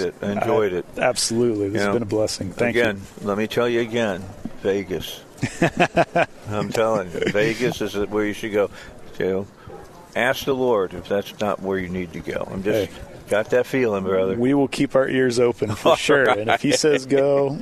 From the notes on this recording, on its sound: Broadcasts from Sight and Sound Theater in Branson, MO.